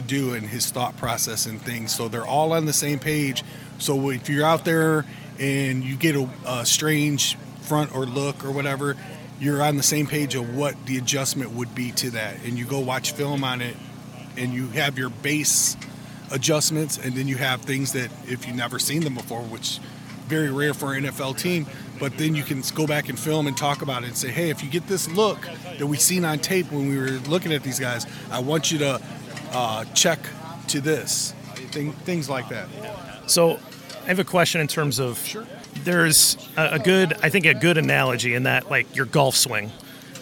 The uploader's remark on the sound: Brought in a microphone to Chicago Bears training camp to record interaction with fans. Before security cut him off from recording more. From the back row of the bleachers from Tuesday's practice.